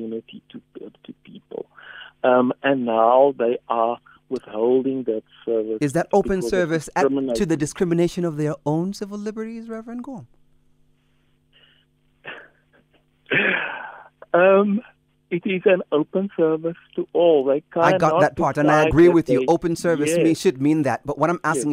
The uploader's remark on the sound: Guest on the phone